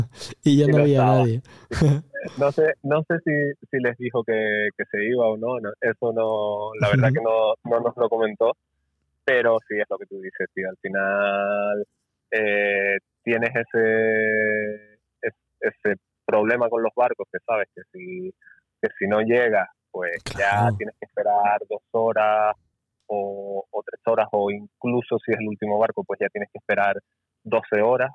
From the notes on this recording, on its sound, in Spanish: Hablamos por teléfono con ellos.